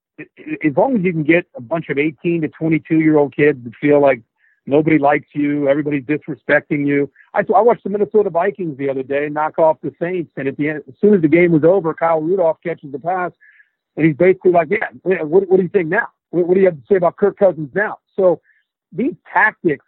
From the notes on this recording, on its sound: This episode is the National Championship teleconference. Which ESPN kindly allowed High Motor to share in its entirety.